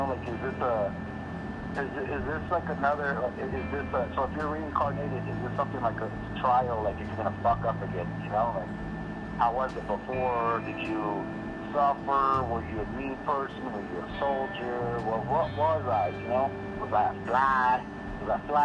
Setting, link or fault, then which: link, phone line